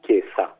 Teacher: non esiste la S sonora, per cui parole come chiesa vengono pronunciate per lo più come chiesa con la consonante sorda